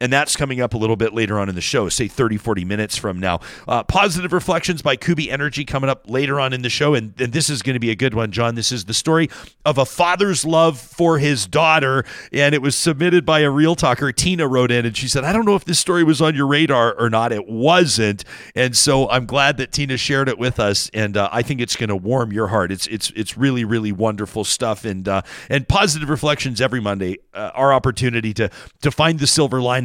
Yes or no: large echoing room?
no